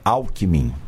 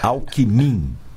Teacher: Falou: Geraldo, não é Alckmin, é Alquimim. Porque em Minas Gerais, palavra paroxítona não ganha eleição. Tem que ser oxítona · Shown in: second take